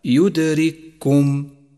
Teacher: والواجب هنا أن ندغم الأولى بالثانية فتصيرا كافا واحدة مشددة، وتلفظ هكذا يدرككم. · Term: إدغام المتماثلين